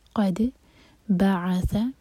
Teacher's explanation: قد قاف کے لیے منہ بھر کر پڑھیں گے، لیکن دال پر ایسا نہیں ہوگا، دال لائٹ. قد بعث، تین لیٹر والا ورڈ، با پر زور دیا جائے گا